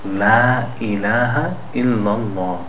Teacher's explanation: So we don't want to say la ilaha, we want to say la ilaha. The lam is followed by an alif, la, but the lam is thin, so the alif after it is also thin, la, not la.